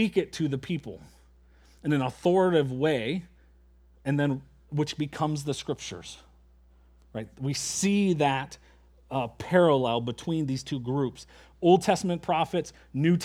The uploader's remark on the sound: at Springbrook Church in Antigo, WI.